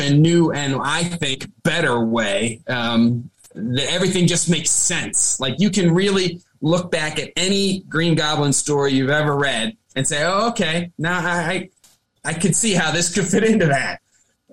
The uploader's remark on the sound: record their first podcast on Zoom!